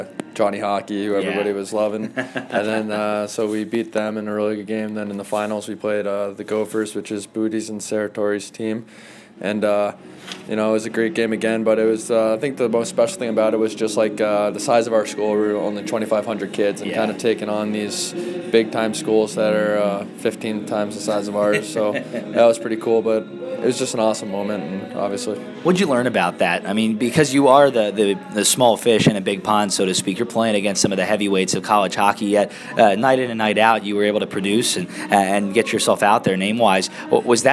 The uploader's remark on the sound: Intermission Interview. Between periods at North Charleston Coliseum.